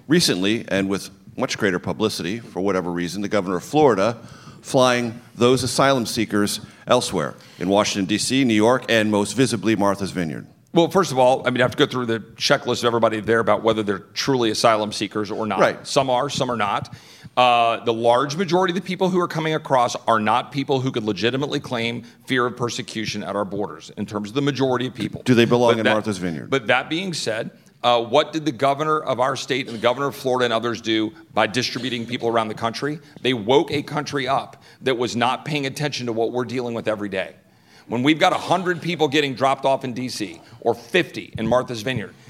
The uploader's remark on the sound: Live from the Texas Tribune Fest. A conversation before a live audience at the Texas Tribune Festival in Austin, TX.